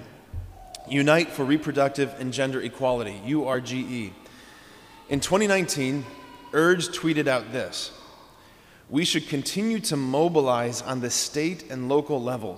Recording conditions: large echoing room